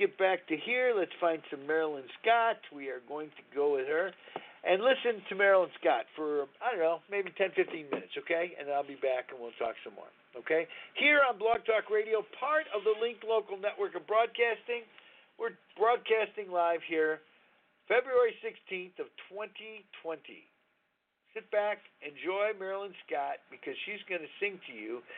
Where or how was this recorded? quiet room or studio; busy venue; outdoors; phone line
phone line